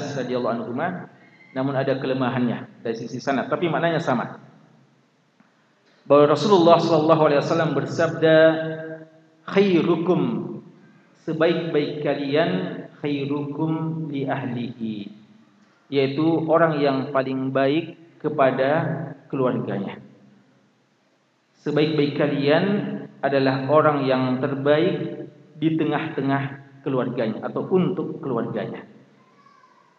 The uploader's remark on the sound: Ceramah tabligh akbar. LIVE at Masjid Nurul Ihsan Manisa Baranti.